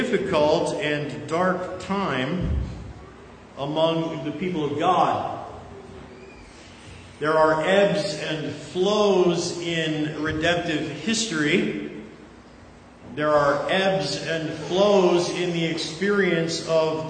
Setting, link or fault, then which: setting, live audience